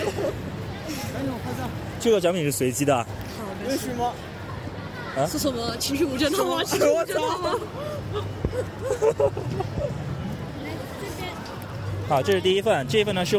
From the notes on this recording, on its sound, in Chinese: 本次为大家带来的是我们本地ComicHope06同人展的现场采访活动。